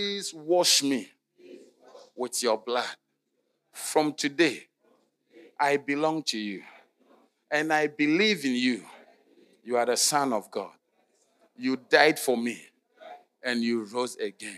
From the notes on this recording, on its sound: Sermon delivered on Sunday, September 17, 2023, at LCI Mega-Church in Cape Town, South Africa.